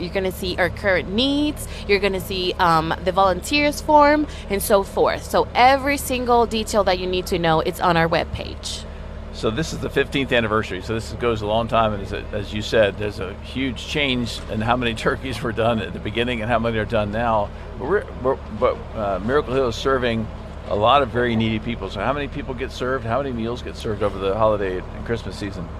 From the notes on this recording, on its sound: Live at the Turkey Fry Donation Drop-off. Broadcasted live from the Miracle Hill Turkey Fry Donation Drop-off event.